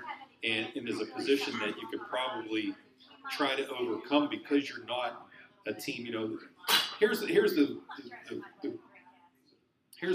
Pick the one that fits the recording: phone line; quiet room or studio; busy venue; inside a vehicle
busy venue